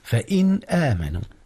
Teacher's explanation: أولا قوله سبحانه فإن آمنوا، إظهار هنا يا أستاذنا، أظهر نون إن قبل الهمزة فإن آمنوا، والهمزة طبعا من حروف الإظهار إذ هي حرف حلق